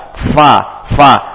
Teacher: gigi seri atas ditempelkan ke bibir bagian dalam, bibir bawah bagian dalam. · Term: huruf fa